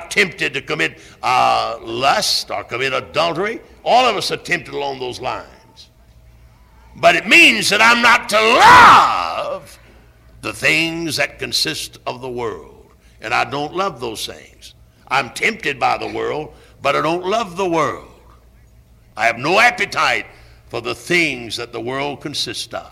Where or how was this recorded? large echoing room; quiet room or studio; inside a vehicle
large echoing room